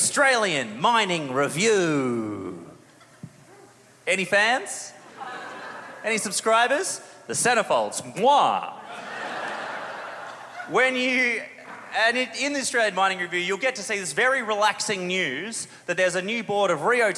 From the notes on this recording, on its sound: A Rational Fear — LIVE — Melbourne Comedy Festival 2022. Thrilled to bring you the A Rational Fear LIVE show we did last month at the Melbourne International Comedy Festival. This is a podcast recording I'm sorry. She's waving by the sound desk.